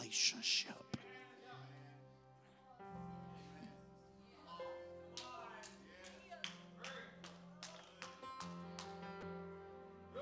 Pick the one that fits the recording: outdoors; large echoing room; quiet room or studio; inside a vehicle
large echoing room